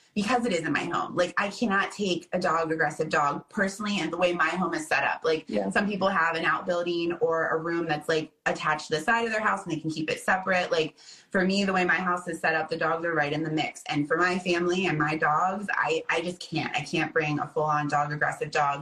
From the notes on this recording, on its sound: This episode was downloaded and recorded on Instagram live so please mind the audio.